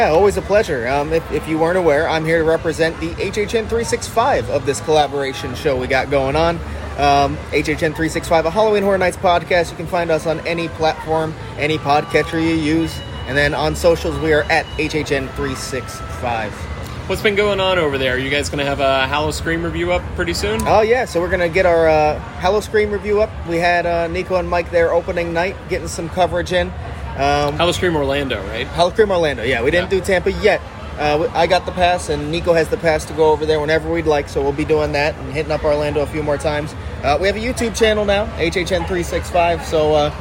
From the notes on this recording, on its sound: recording live at Universal!